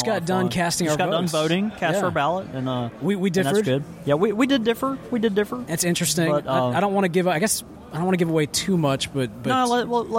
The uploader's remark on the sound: This week we take you LIVE from the show room floor at the first ever New Orleans Pipe Show!